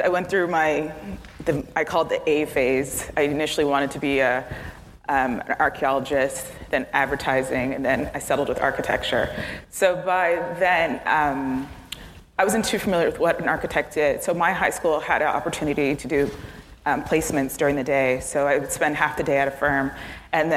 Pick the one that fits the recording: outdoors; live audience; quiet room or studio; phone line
live audience